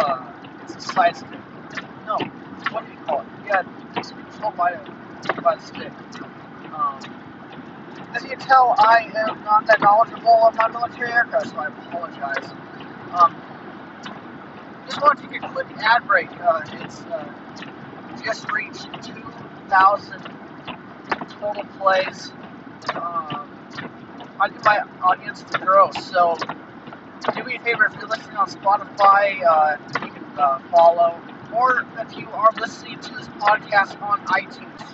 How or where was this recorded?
inside a vehicle